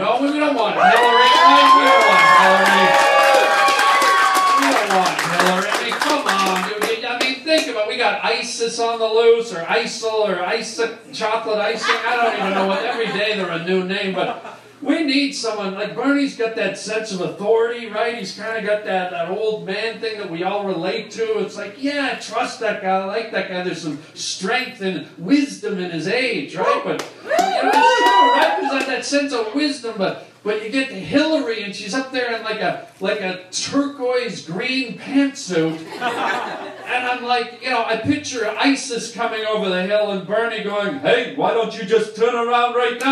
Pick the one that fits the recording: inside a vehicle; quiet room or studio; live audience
live audience